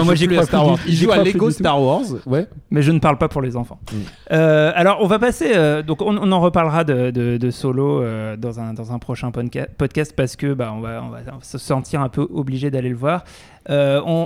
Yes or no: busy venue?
yes